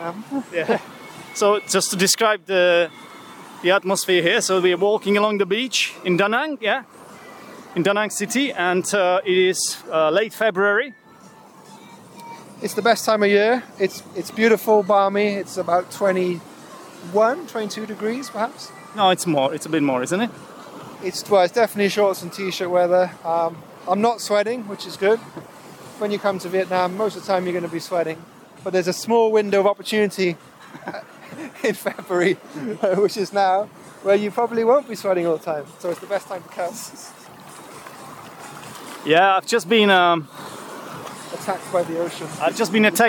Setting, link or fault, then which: setting, outdoors